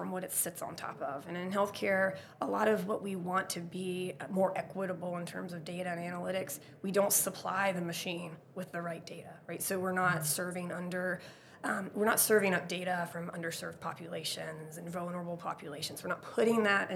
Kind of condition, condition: setting, busy venue